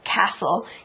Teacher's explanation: You'll see that the T is silent in that word.